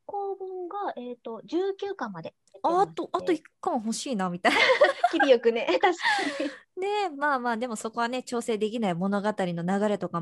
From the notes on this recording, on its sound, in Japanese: リモート収録のため、お聞き苦しい点もあると思いますが、予めご了承ください。